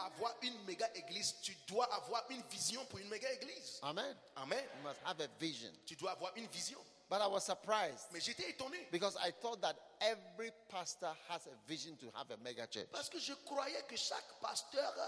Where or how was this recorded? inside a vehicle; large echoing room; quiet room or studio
large echoing room